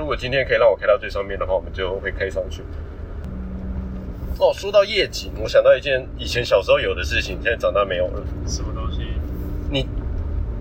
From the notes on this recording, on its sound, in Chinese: 車上錄音。閒聊兜風遊車河。